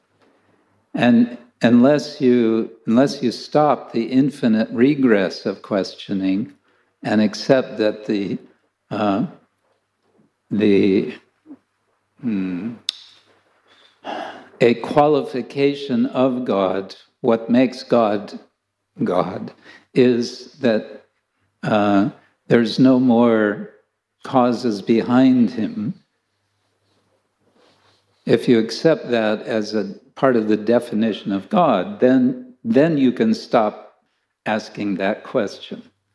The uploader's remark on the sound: Lecture from ISKCON Chowpatty temple.